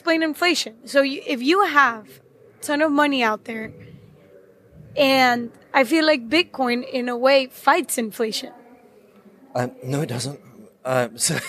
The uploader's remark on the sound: Here is a behind the scenes interview I gave at the Bitcoin conference in Amsterdam.